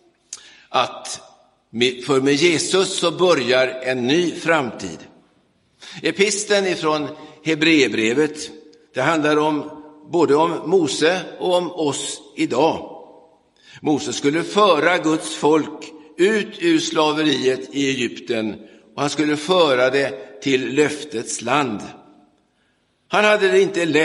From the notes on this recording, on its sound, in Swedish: Inspelad i Roseniuskyrkan den 5 mars 2023.